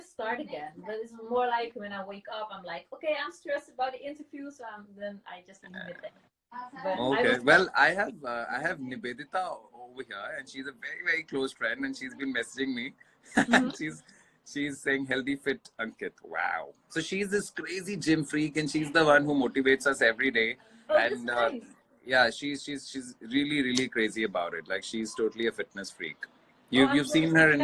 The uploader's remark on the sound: Instagram Live